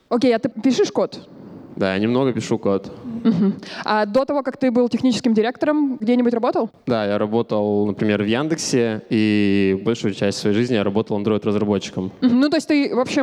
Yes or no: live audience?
yes